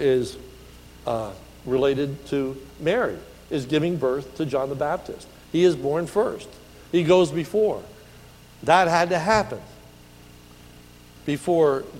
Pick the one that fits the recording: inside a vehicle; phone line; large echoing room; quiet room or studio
large echoing room